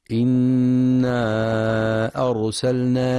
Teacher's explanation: وينتبه أيضا للمد المنفصل في إنا أرسلنا، حيث يمد 4 أو 5 حركات في رواية حفص من طريق الشاطبية.